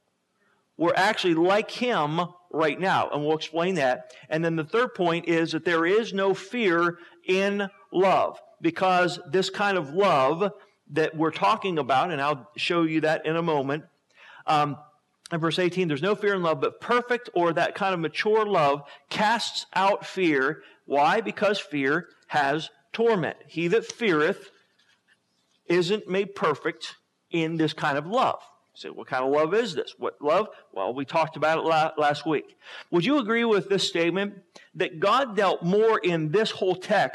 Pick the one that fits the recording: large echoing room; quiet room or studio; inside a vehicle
large echoing room